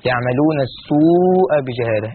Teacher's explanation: الحكم مد متصل يمد بمقدار 4 حركات او 5 حركات